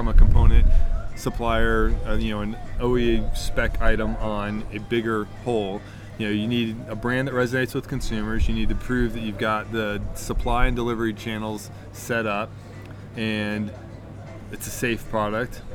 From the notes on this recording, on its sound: Apologies in advance for the wind noise, I met the product managers from Marin Bicycles at an outdoor cafe while at a major mountain bike event in France.